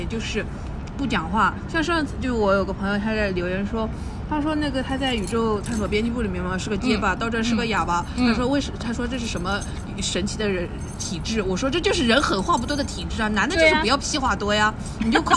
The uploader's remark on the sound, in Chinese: 本次录制花费：茶餐厅 128元